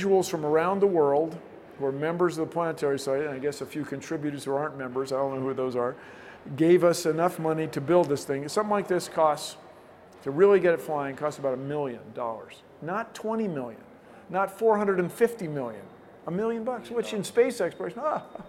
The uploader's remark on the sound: at the recent Science and Engineering Festival